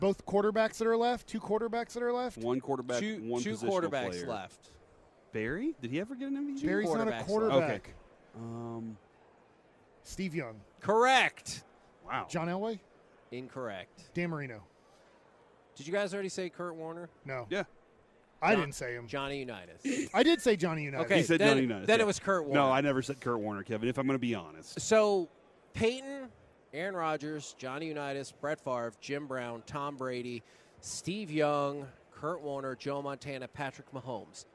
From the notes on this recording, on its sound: LIVE from Radio Row in Las Vegas!